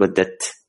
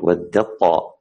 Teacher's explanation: وأما التجانس فمثاله إدغام التاء في الطاء، مثل والدطاء، ما نقول والدت، التاء لما تكون هكذا عارية ما عليها علامة في الرسم العثماني يأتي بعدها طاء، إذن كأنه يقول لك أدغم، أدخل هذه التاء في الطاء، يعني ما ننطقها · Shown in: second take · ما نقول والدت والدت طاء، ما يصلح هذا، نقول والدطاء على طول، دال مع طاء.